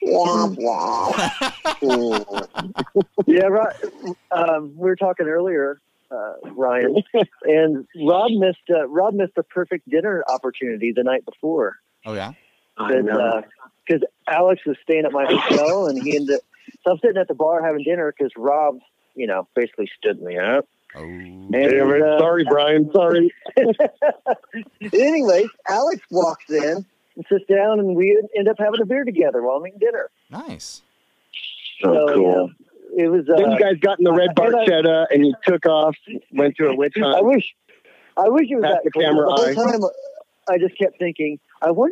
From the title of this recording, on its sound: On the phone